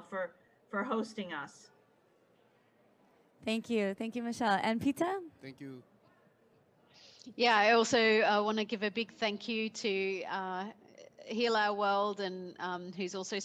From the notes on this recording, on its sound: Earth Day Live From COP26.